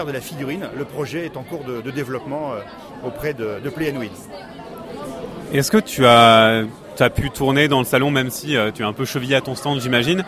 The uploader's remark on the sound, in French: RadioVox Cannes 2015. Interview réalisée au festival international des jeux de Cannes édition 2015.